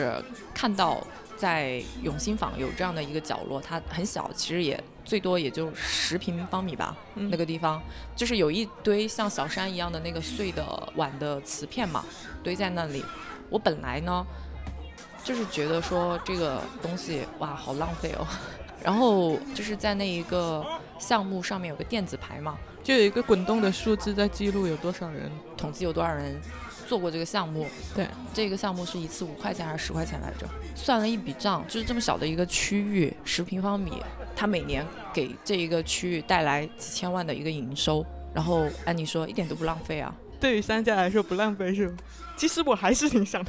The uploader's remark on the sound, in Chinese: 可能会出现一些杂音环境音，已经尽量处理了听感。不定时在对话里“出镜”的，是我们同行的同事&亲友。